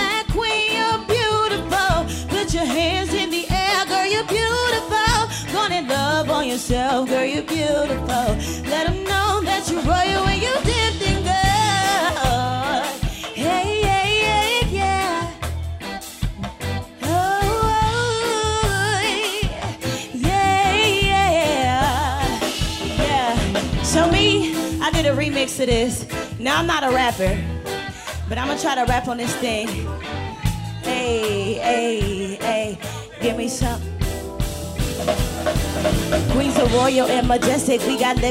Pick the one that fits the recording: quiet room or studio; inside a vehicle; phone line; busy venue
busy venue